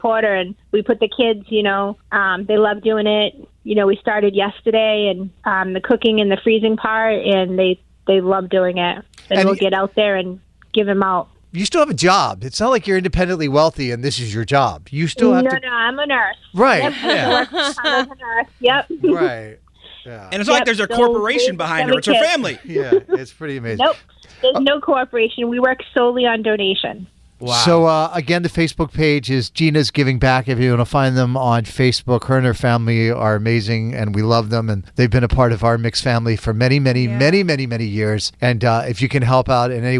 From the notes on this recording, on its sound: called